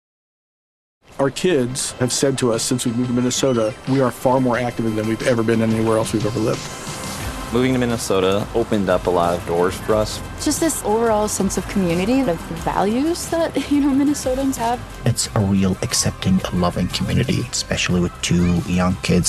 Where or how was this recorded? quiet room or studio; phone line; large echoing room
phone line